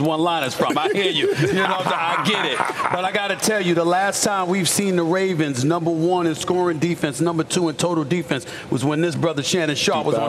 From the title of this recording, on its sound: Live from Savannah State University!